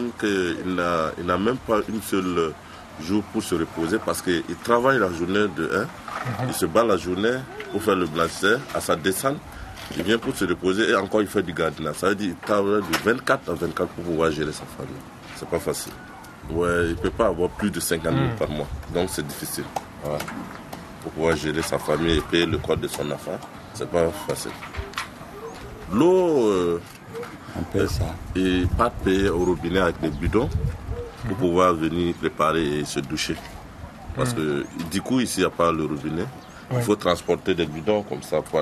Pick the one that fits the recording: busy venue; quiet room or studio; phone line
busy venue